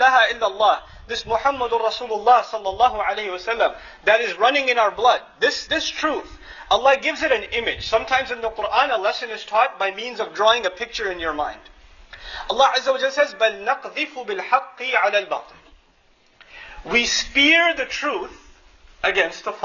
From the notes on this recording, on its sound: Khutbah courtesy of Qabeelat Wedad and Masjid Annur in Sacramento, CA. Khutbah delivered on September 18, 2009 in Sacramento.